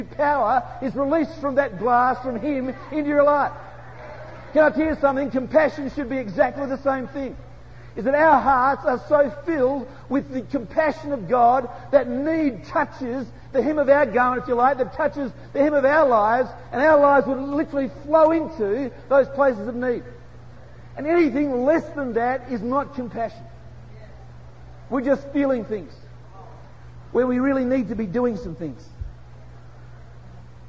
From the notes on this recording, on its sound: PREACHED SUMMER PRESCOTT CONFERENCE 2000